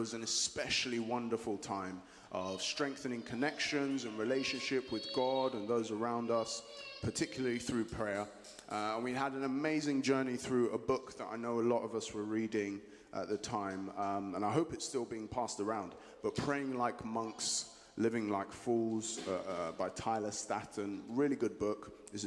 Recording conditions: large echoing room